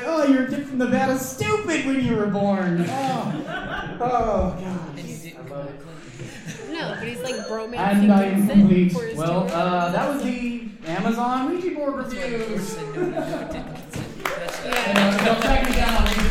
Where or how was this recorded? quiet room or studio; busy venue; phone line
busy venue